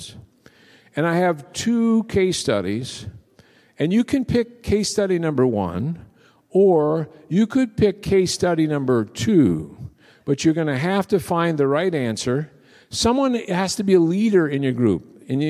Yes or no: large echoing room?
yes